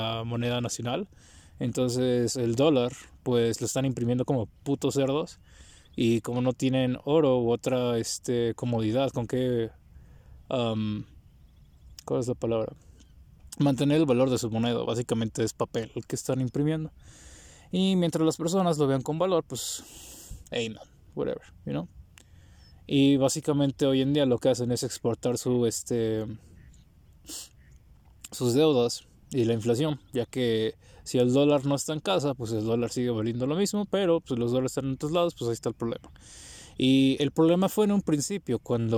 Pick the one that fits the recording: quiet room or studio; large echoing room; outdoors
outdoors